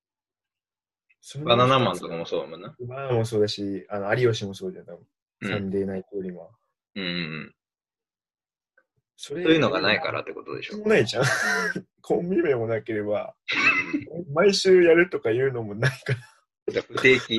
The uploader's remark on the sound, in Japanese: リモート録音なので音質はそこまでよくありません。